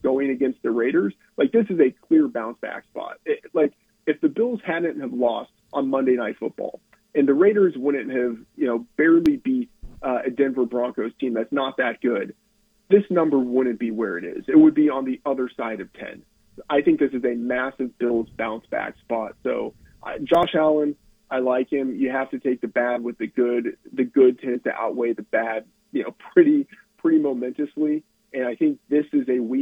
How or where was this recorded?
phone line